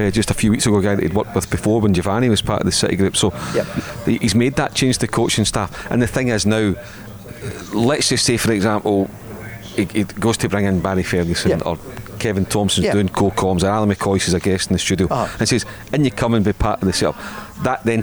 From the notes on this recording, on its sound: Live At Radisson Red. Recorded at The Radisson Red.